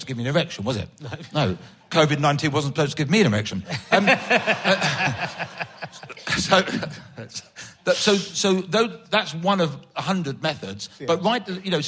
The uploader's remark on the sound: Another book club in front of an audience - this one coming from Aldershot.